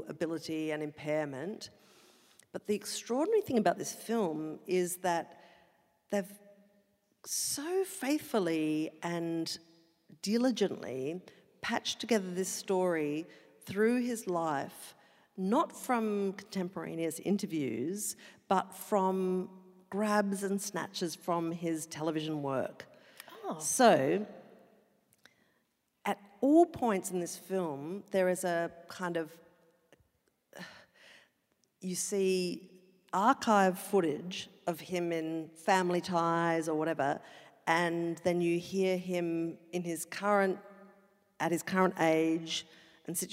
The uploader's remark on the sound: Live from QPAC Concert Hall, Brisbane. Live show.